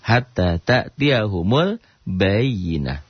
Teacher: Karena tak marbutoh. Jika dihentikan bunyinya berubah menjadi ha. Kalau tidak dihentikan, bunyinya tetap te, tetap ta.